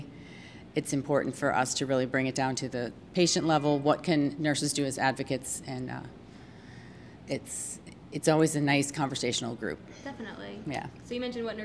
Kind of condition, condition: setting, busy venue